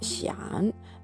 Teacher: 第三声。これも低く下がる、落ちる音です。